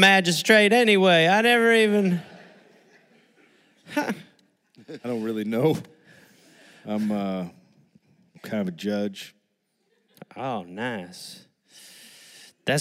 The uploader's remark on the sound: Recorded live in Brisbane.